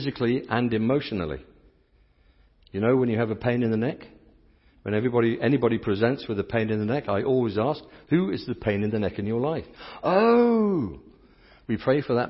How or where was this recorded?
large echoing room